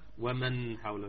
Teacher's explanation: النون الساكنة وبعدها حرف الإظهار وهي حرف الحاء لا بد من الإظهار